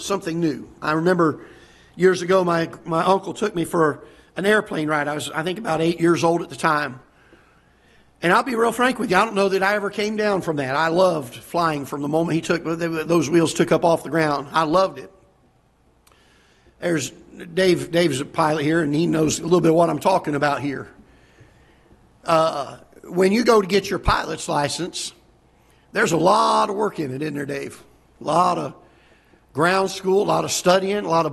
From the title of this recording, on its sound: Ketha Heights Baptist Church ~ Live Broadcast